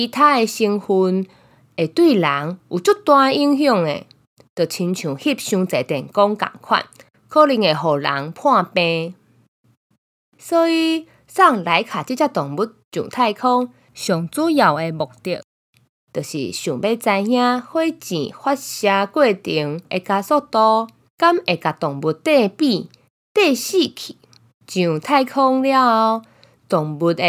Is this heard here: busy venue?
no